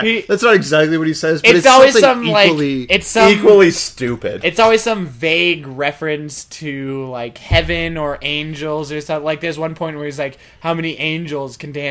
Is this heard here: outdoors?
no